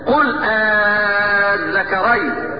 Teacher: الوجه الاول ابدال همزه الوصل الفا فمد مد لازم كلمي في قوله تعالى قل الذكرين الله مد لازم كلمي مثقل.